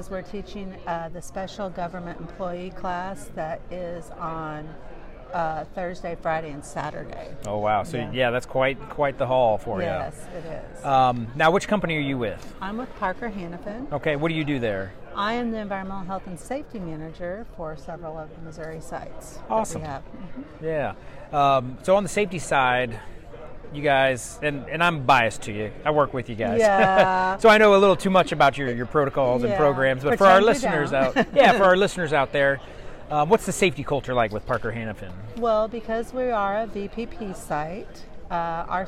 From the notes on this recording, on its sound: VPPPA Live Conference Podcast Interviews. Broadway Ergonomics had the opportunity to participate in the Region 7 VPPPA conference this past June held in Branson, Missouri. As part of our exhibitor booth, we interviewed attendees of the conference for the podcast.